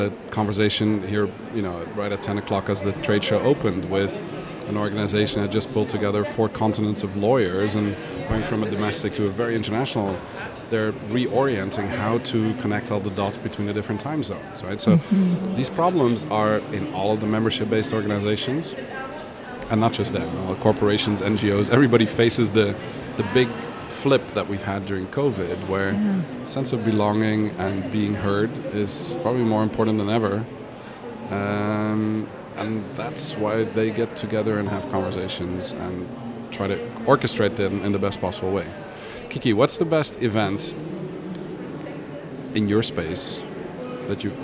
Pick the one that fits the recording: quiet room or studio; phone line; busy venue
busy venue